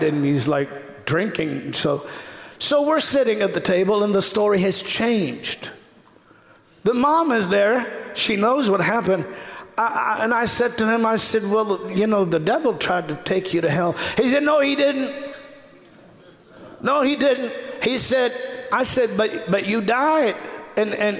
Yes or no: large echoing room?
yes